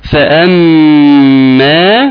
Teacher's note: الميم المشددة وتغني بمقدار حركتين. وياريت تظهر لي ان ايه، ان لازم تجيب كده الفاء توضحها.